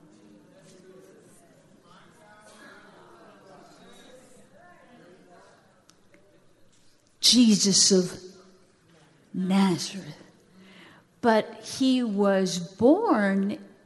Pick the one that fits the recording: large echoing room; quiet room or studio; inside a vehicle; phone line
large echoing room